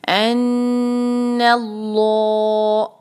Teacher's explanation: लाम जलाला को हम भारी पढ़ते हैं